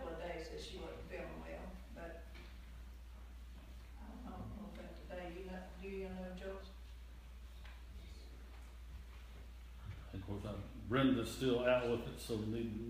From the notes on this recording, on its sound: This is an audio reording of the sunday service at Persia united methodist church at Rogersville, TN